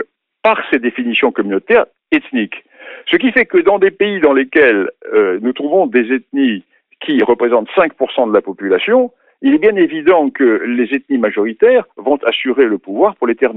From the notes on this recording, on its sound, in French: s’entretenir par téléphone